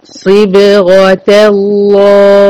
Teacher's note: ها هنا الصاد والغين مفخمين في هذه الكلمة، الب مرققة ومقلقلة، والت المربوطة مفتوحة ومرققة. صبغة صبغة صبغة الله، وادخل من الت المفتوحة المرققة على لام الله المفخمة.